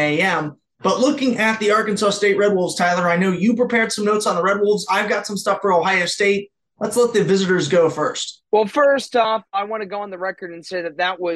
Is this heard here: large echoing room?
no